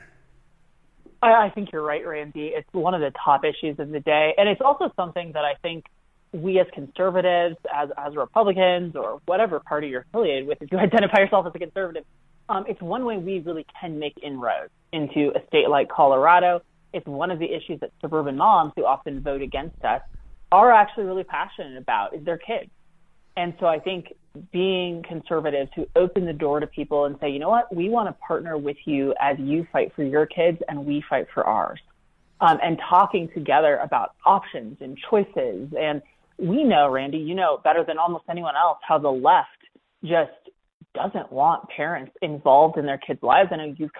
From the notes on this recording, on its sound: Hour 2 with callers. Called in with a big announcement.